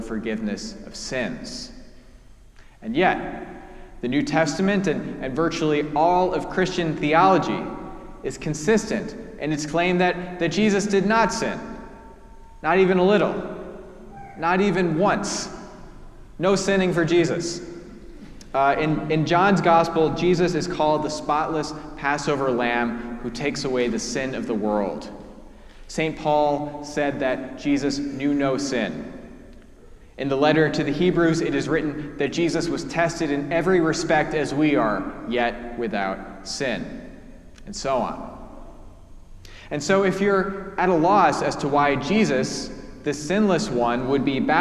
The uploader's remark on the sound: Preached at our celebration of the Holy Eucharist on the First Sunday after the Epiphany: the Feast of the Baptism of Our Lord.